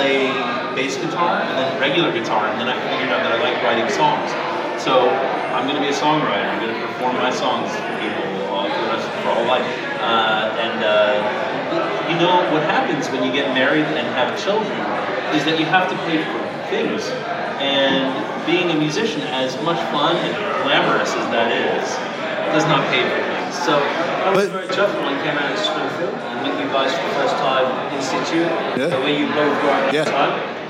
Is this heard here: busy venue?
yes